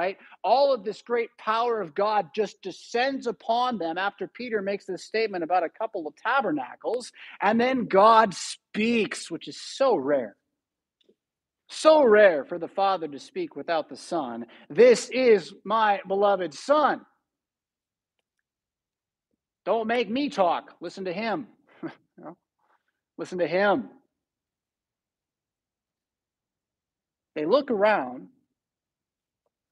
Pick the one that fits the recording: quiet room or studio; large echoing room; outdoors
large echoing room